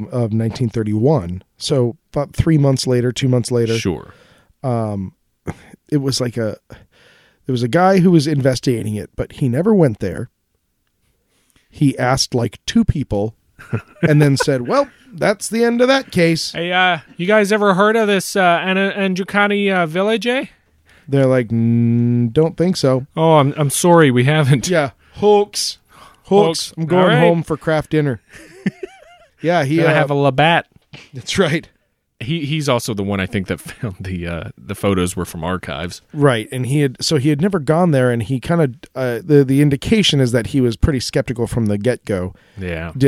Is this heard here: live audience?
no